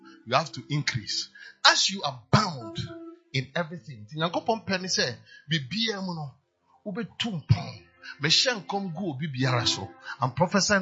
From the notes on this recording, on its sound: PREACHED ON SUNDAY 26TH FEB, 2023 DURING FLOW ANOINTING SERVICE AT CAPTAIN OF SALVATION CATHEDRAL.